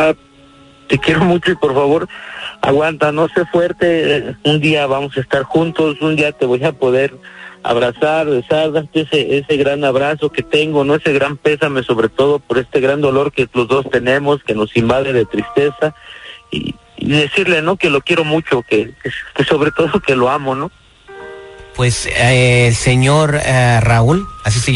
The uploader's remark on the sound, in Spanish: tuvimos una Llamada especial